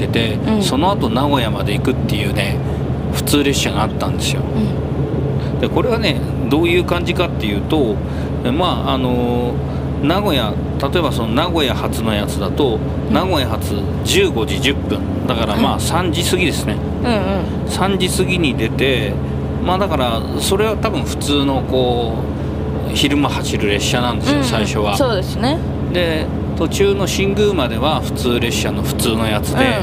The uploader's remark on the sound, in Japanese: 実車収録。HC85系で紀伊長島まで行って来ました。